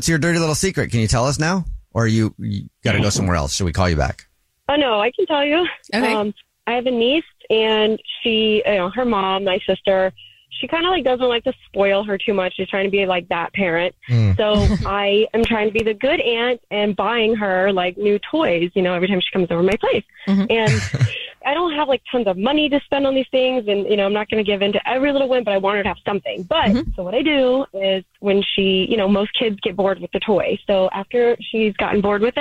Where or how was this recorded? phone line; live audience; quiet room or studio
phone line